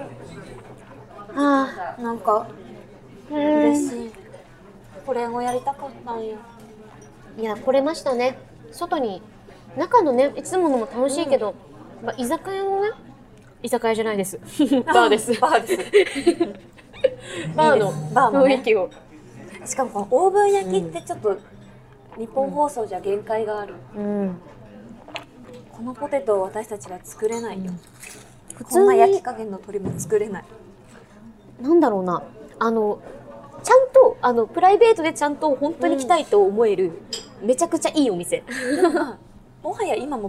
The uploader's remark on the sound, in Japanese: 今回もニッポン放送を飛び出して「The CHOYA 銀座BAR」さんにお邪魔しての収録です！外ロケですが。